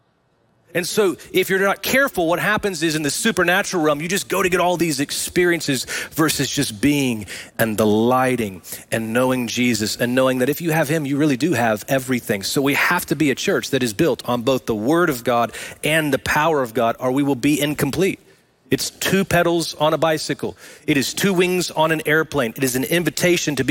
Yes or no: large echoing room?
yes